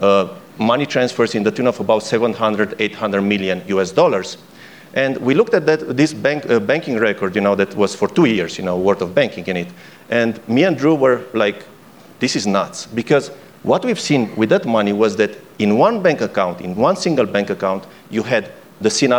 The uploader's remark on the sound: on stage at the Aspen Ideas Festival